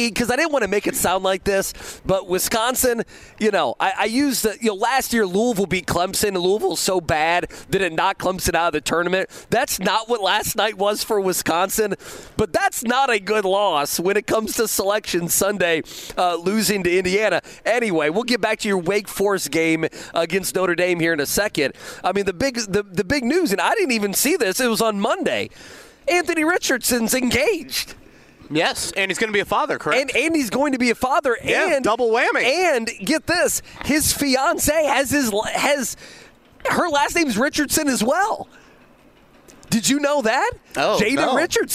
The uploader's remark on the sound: We're live at the NFL Combine. Colts, Combine & fire alarms, oh my!